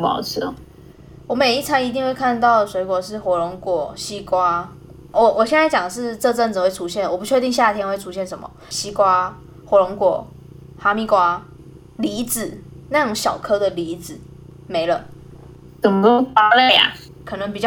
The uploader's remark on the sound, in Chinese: 本集節目錄製時不時會出現不知道哪裡發出來的低頻聲但怎麼都弄不掉，還請各位見諒。